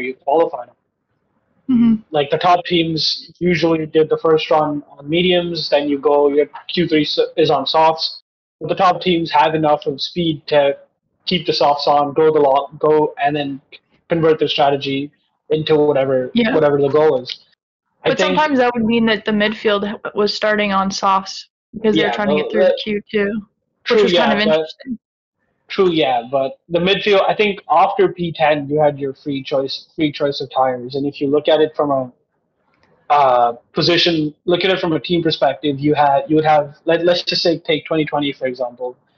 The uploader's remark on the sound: Firstly, sorry for the audio.